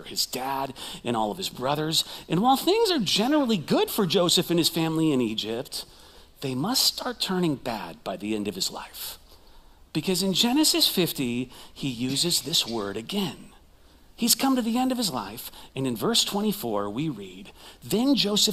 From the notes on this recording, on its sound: Recorded live at CrossWinds Church.